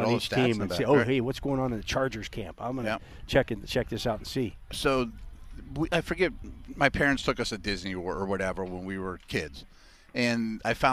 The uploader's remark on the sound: SNR The Drive from Steelers' Mini Camp Day 1. Broadcasting live from the UPMC Rooney Sports Complex for day one of Steelers' 2023 Mini Camp.